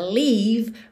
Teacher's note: pronunciar essa palavra leave, mais horizontalzinha, leave, mais cheia, mais gordinha, para ela ficar diferente de live